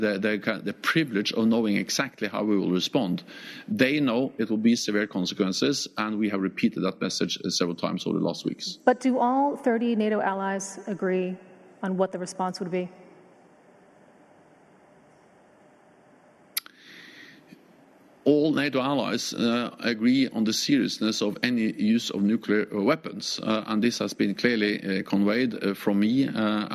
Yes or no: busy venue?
yes